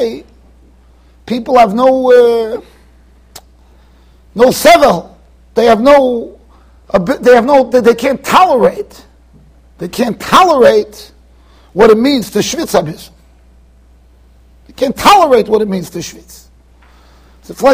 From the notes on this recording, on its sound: Shiur recorded in Yeshivas Ohr Reuven, Monsey NY